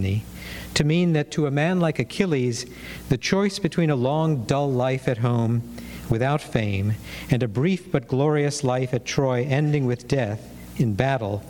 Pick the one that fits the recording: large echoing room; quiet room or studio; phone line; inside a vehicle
large echoing room